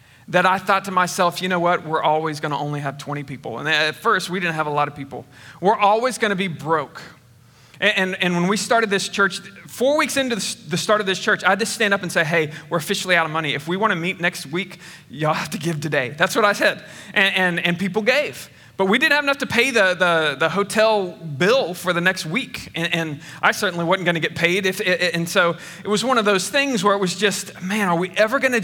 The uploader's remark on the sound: Recorded on 8/22/21 at Connection Point Church